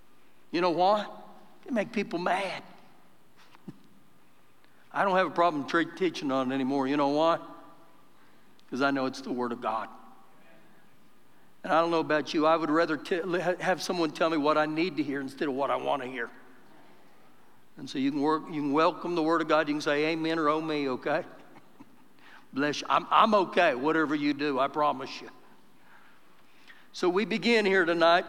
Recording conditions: live audience